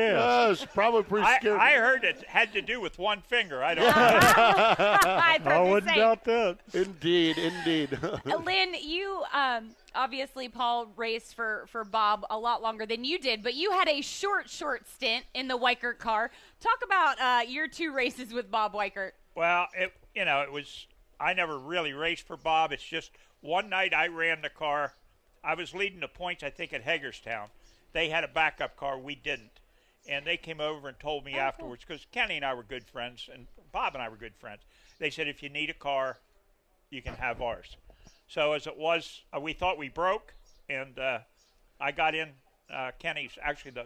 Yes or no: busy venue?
yes